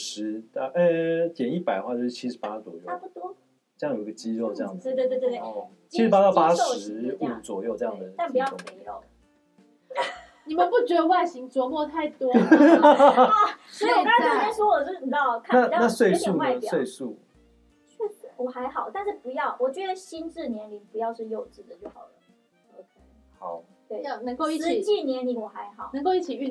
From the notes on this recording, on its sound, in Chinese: 這集的收音出了一點小問題，請各位聽眾多多包容